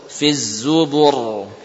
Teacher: Tebal, karena saat waqaf ra-nya jadi sukun. Tebal tipisnya tergantung dari huruf sebelumnya.